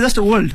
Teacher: We don't pronounce R that much.